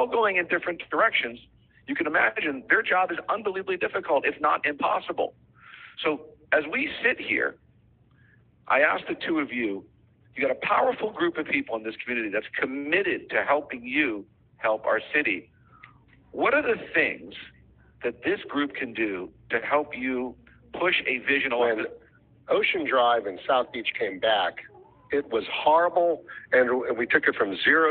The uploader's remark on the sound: A leaked recording of a call to raise funds for a PAC in the 2021 city of Miami Beach elections.